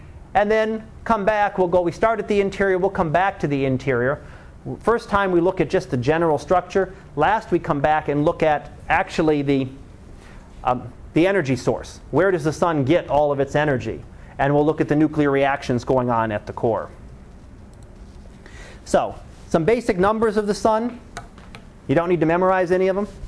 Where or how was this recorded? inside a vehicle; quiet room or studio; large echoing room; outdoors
large echoing room